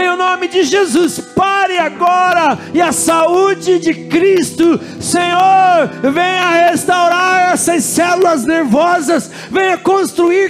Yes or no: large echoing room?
yes